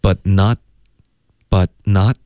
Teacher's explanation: 后面 but not 两个特音都省略， butnot， butnot，然后 not 的特省略的